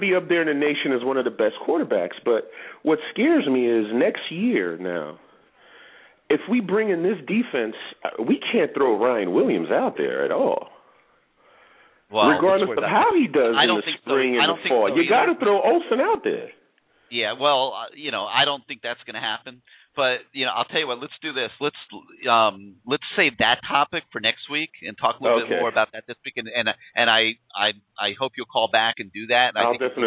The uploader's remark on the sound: call in show with CaneSport subscribers and Canes fans throughout the world